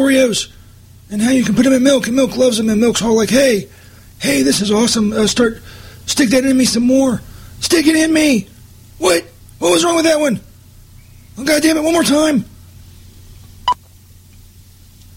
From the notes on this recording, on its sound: attempted live prank calls